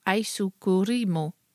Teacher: Dus er wordt eigenlijk klinkers geplakt tussen alle medeklinkers.